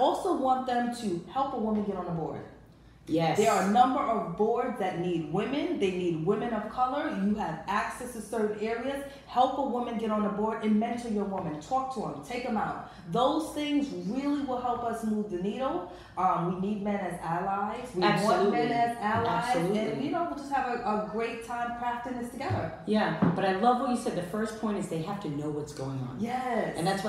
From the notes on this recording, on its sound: This episode was filmed LIVE at Luminary - a NYC Hub for WonderWomen in Business